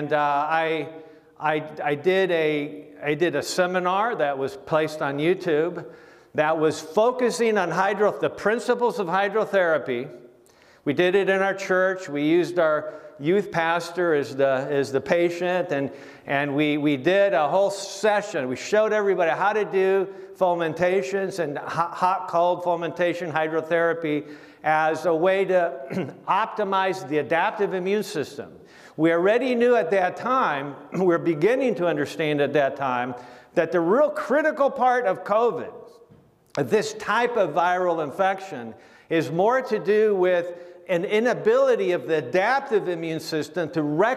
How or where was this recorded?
live audience